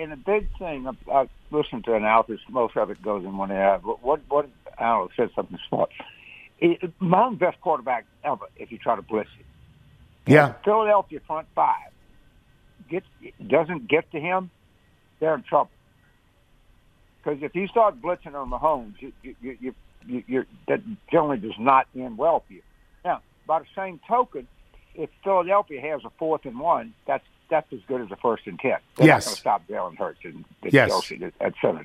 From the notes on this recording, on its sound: Phones. Calls.